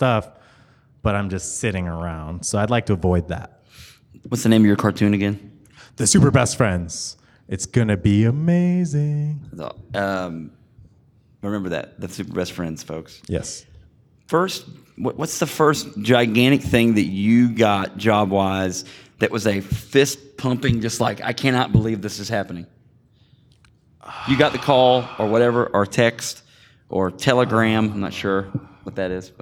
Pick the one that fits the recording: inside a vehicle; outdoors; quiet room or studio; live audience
live audience